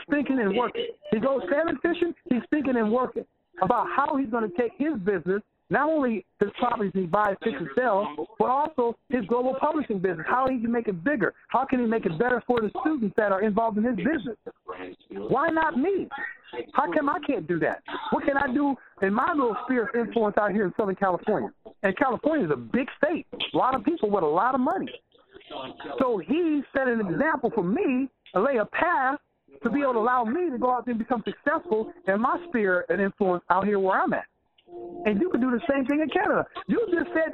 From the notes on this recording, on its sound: Q&A Call 2016-04-11.